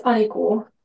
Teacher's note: In Hungarian, the stress is on the first syllable. Yeah, so the accents don't really mean any like stress or anything.